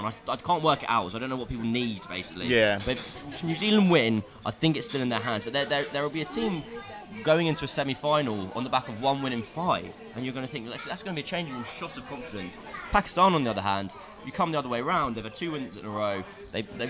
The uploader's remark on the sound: Recorded at his local pub in North London before they head to the football.